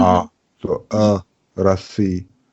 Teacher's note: Das O wird in den meisten Fällen wie so eine Mischung aus A und O ausgesprochen